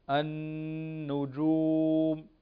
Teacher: كلمة النجوم النون مشددة تغن بمقدار حركتين